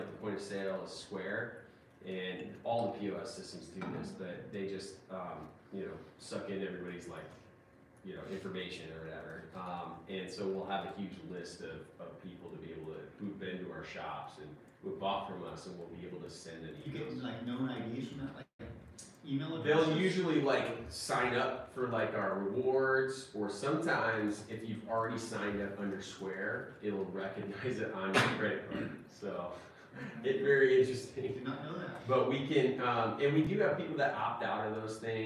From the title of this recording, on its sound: CHAPMAN UNIVERSITY LECTURE